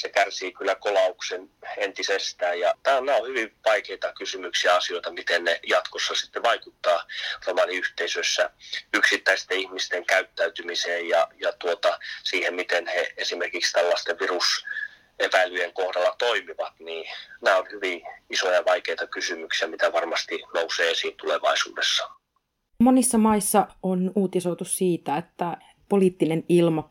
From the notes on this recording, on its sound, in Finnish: Poikkeuksellisesti puhelinhaastattelussa.